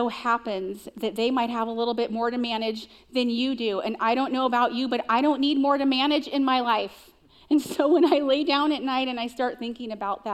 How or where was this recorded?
live audience